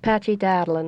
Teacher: that's the rolling of the R's and the slightly guttural sound. · Term: Doric accent